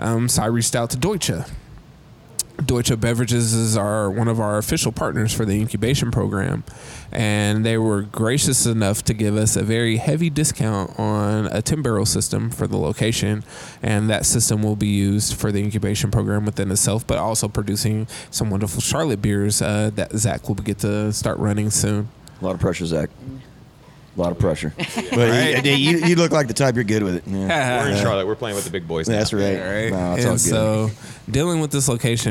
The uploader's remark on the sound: We're here LIVE at the 18th Annual Hop & Brew School , hosted by Yakima Chief Hops (YCH)! We're here LIVE at the 18th Annual Hop & Brew School , hosted by Yakima Chief Hops (YCH)!